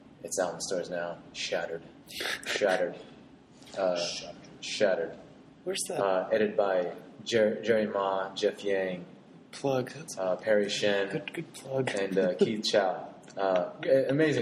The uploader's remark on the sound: A NBA preview segment we used as a test run. We shelved it because of the raw audio but figured we'd throw it up anyway.